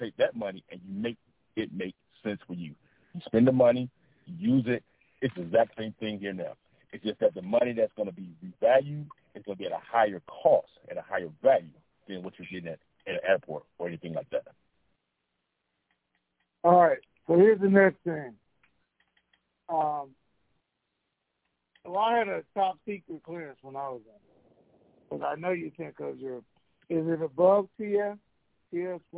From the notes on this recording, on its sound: TNTSuperfantastic Conference Call